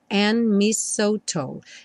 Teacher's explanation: O dedo and não é pronunciado, então a letra N já junta direto no M